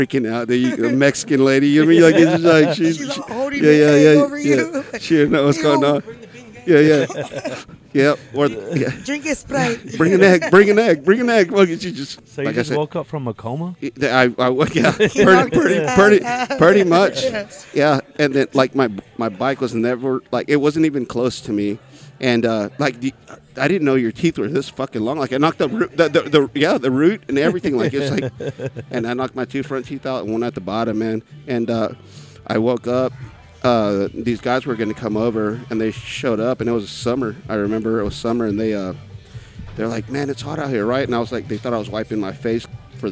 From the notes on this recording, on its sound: on location at Whiskey River Saloon in downtown San Angelo, Texas.